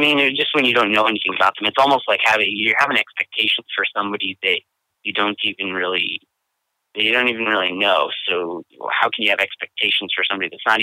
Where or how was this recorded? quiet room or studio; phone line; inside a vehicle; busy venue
phone line